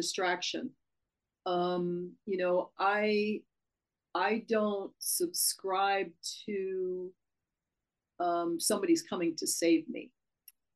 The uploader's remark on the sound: Zoom Chron Interview.